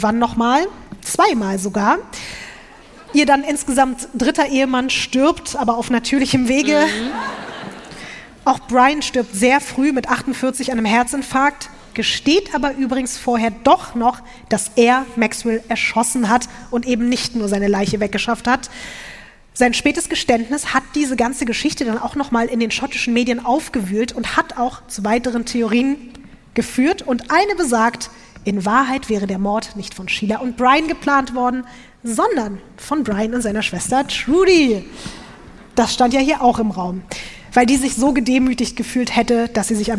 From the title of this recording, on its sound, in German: LIVE in Frankfurt am Main